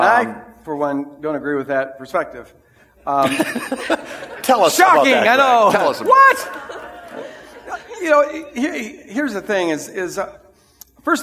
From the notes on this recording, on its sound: This is the recording of the 9:00 Sunday service.